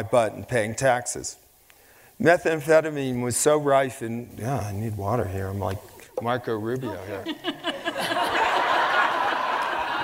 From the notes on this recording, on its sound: onstage for a lecture series held by Aspen Words